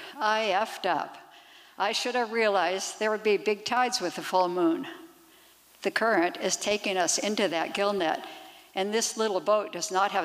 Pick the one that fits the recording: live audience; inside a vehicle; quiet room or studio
live audience